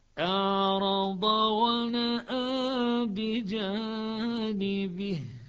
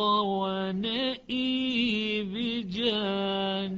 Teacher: هذا موضع أيضا من المواضع التي يميل فيها شعبة ولا يميل فيها حفص، حفص الفتح وشعبة الإمالة